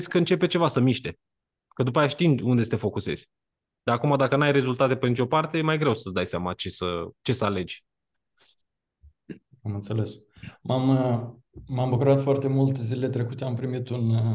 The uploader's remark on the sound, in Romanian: Conferinta Zoom Saptamanala EcomSchool